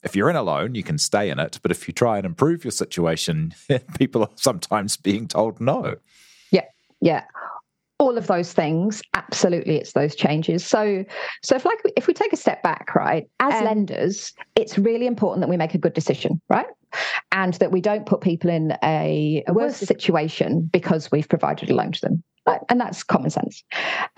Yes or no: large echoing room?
no